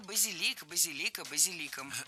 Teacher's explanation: В слове базилик ударение падает на третий слог, да там и остается